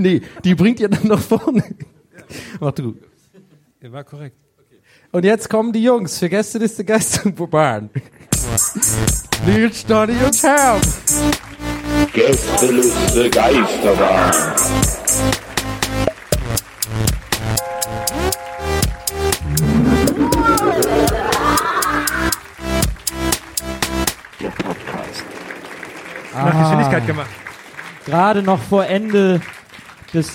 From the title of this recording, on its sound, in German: Erlebnisbahnhof LIVE